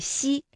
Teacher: 舌面的前部要接近硬腭的前部，留出一个窄缝，气流从缝中挤出，摩擦成声